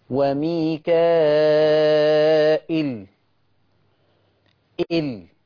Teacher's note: ما حدش يقول لي إيل، ما حدش يجيب لي ياء